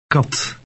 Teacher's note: K in Dutch is also less explosive than the English K.